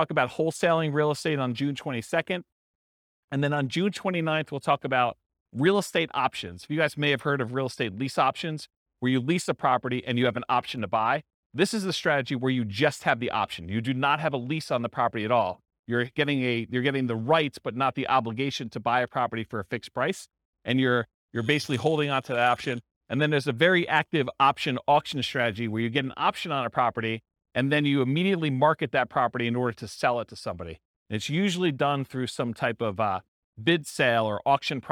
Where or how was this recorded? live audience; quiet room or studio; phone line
live audience